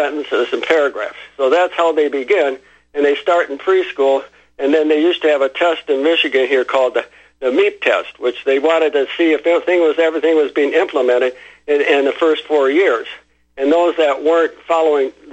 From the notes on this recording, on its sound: Opens phone lines to callers.